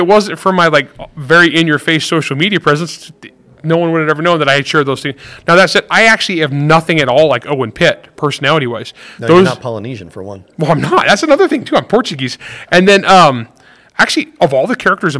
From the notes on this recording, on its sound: Did a live Q&A session with attendees at the Writer's Cantina. Attendees were all writers. This episode was recorded live Saturday, July 8, 2023 at the Writers Cantina in Utah.